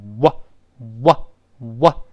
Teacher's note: W 这个半元音，要领是双唇碰撞，要有立刻分开的一个顿挫的感觉